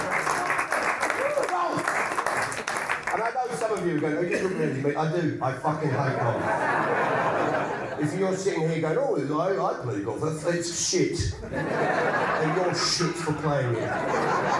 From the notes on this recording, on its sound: It was recorded on tour at the Darwen Library Theatre, and at King's Place as part of the London Podcast Festival.